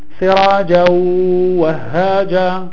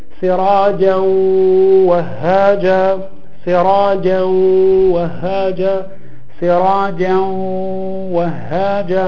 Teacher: ما فيش، بحيث لو فعلت هكذا سراجا وهاجا ما فيش غنة، لا أحس بأي شيء في أنفي · Shown in: first take